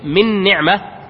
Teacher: لما نقول من نعمة، الآن يأتي عندنا نون ساكنة وبعدها نون، فلما أدغمنا النون الأولى في النون الثانية أصبح عندنا نون مشددة، فأصبحت هذه النون المشددة من لوازمها الغنة بمقدار حركتين. فبهذا يصبح الإدغام كامل.